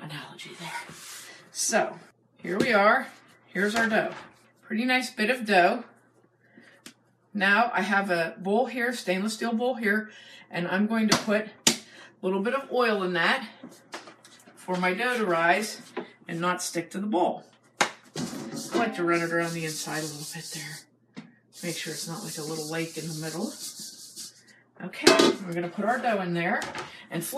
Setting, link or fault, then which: fault, poor microphone